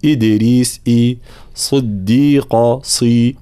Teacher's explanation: تحقيق حركات الكسر في بعض الكلمات مثل إدريس إي، صديقة صي مع تفخيم الصاد